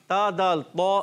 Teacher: زبان کا سرا اور اوپر کے دانتوں کی جڑ سے ادا ہوتا ہے